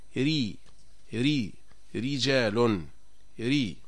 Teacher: أما إذا كانت الراء مرققة فلا يتقعر اللسان ولا يتراجع لسان المزمار